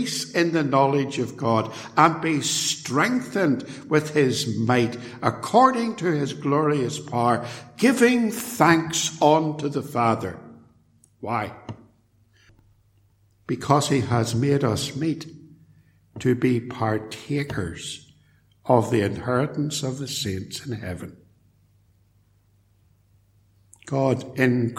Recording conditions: large echoing room